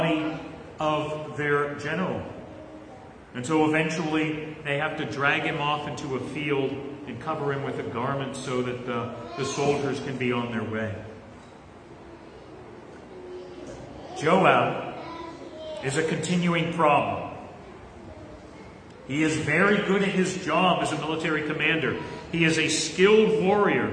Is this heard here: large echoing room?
yes